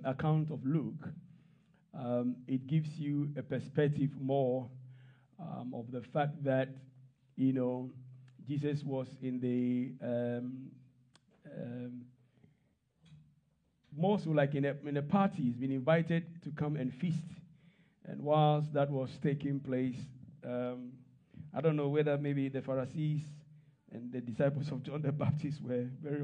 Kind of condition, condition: setting, large echoing room